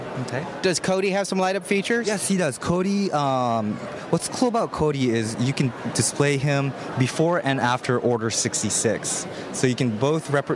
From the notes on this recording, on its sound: Come to you live from the Toy Fair showroom floor!